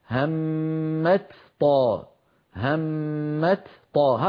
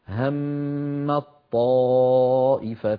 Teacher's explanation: المثال الثاني هم طائفتان، أيضا هنا تاء وطاء، والتاء والطاء من المخرج نفسه، فالأصل أن نقول همت طاء، همت طاء، هكذا الأصل، لكنه ثقيل، ف فلذلك كانت العرب تحول التاء في همت إلى طاء ثم تدغم الطاء في الطاء التي بعدها فيصيران طاء واحدة مشددة يرتفع اللسان عنهما ارتفاعة واحدة · Shown in: second take · فيقولون هم الطائفتان.